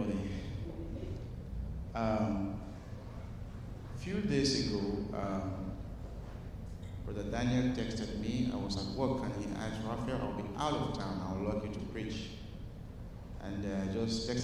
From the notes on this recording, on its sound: at Broadway Baptist Church, Lexington, Kentucky